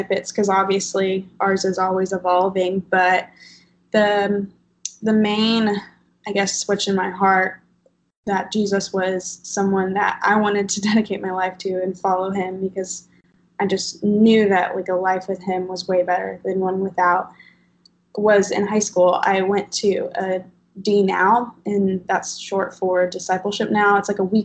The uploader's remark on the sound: Skype interview